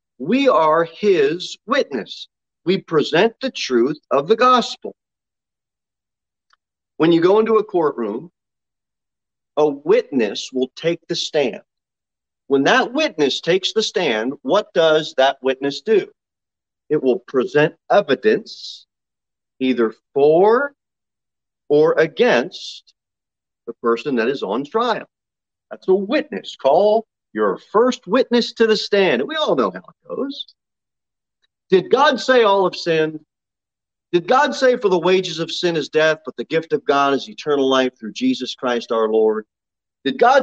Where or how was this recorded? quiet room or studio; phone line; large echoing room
large echoing room